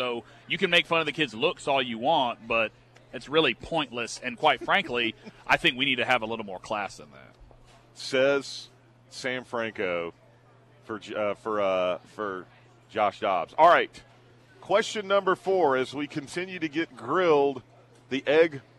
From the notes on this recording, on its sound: broadcast live at the Chick-fil-A in Beechwood